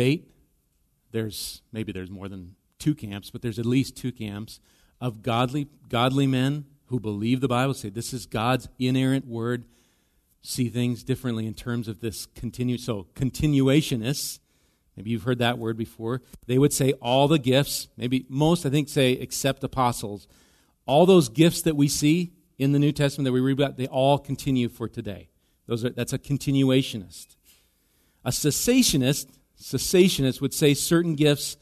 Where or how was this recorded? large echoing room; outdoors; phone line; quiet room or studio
large echoing room